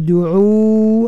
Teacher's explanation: pastikan ain keluar daripada tengah halqum